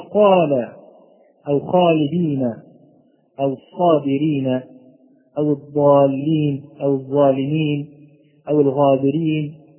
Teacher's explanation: كل هذا أمثلة على المفتوح الذي بعده ألف. فهذه المرتبة هي أعلى مراتب التفخيم على الإطلاق